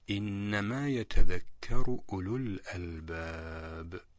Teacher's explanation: فهنا الواو لا يمد الأول ويمد الثاني مدا طبيعيا